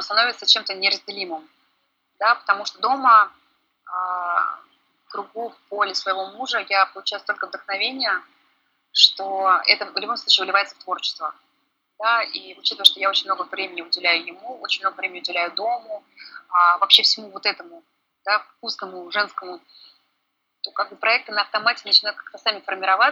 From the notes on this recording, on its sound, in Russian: Саундтреком подкаста стало пение ветра в островных джунглях и вообще мистический шум Бали